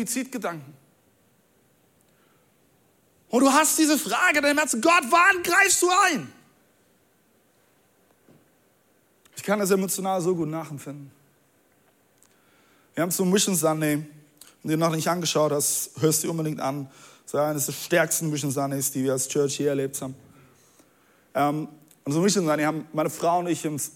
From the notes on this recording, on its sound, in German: Audiomitschnitt der Predigt